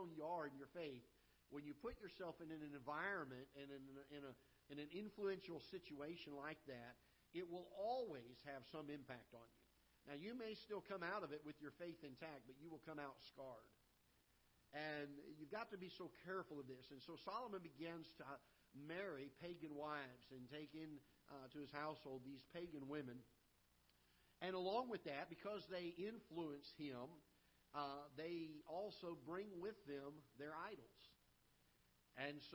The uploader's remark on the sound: Ketha Heights Baptist Church ~ Live Broadcast